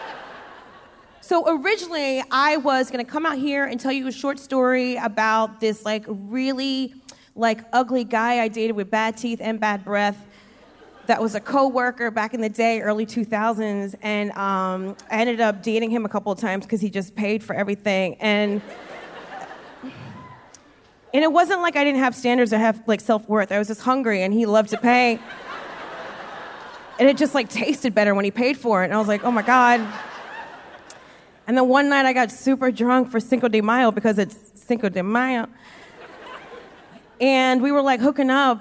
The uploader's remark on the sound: Recorded live in LA baby!